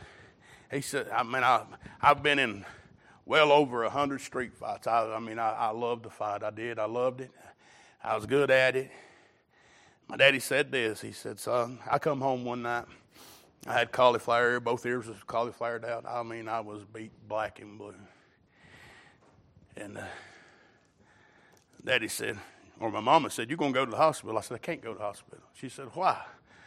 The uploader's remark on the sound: Recorded December 31, 2022 - Watchnight Service